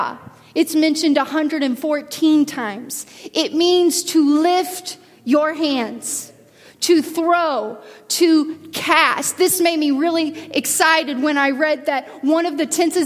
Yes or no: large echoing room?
yes